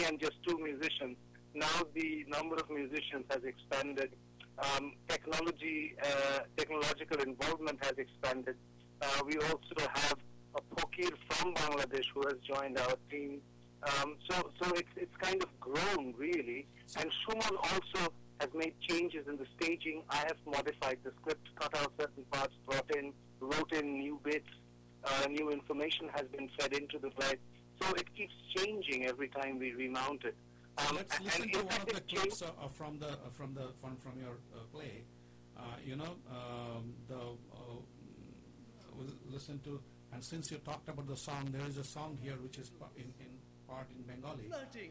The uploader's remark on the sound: During our second broadcast of the EBC Radio Club on EBC Radio, we had a long telephone chat.